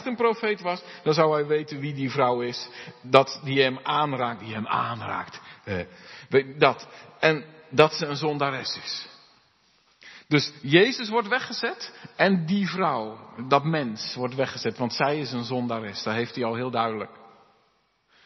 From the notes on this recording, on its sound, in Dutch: De preek is op 12 februari 2023 opgenomen in De Hoeksteen te Haren